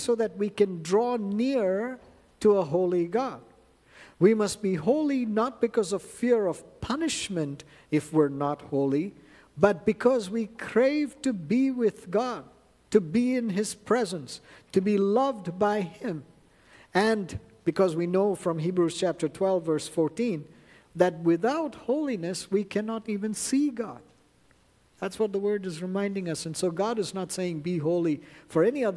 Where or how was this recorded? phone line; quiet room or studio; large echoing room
large echoing room